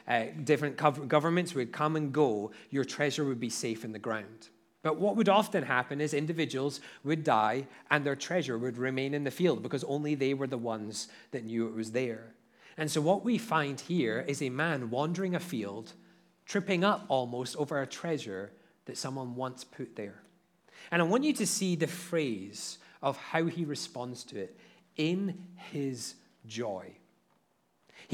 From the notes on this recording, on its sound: at Liberty Baptist Church in Liberty, Missouri